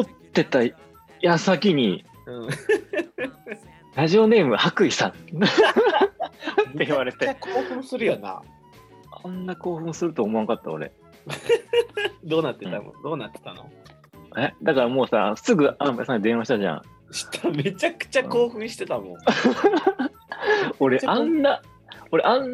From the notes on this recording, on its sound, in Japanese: 今月は、名古屋、北海道でのリモート収録！